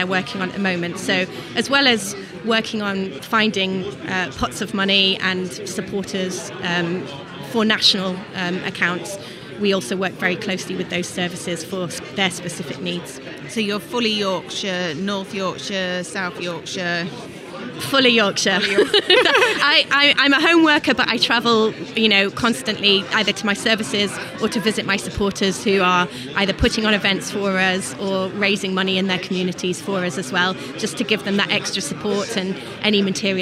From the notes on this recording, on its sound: Recorded at the South Yorkshire Expo in Sheffield in May 2023.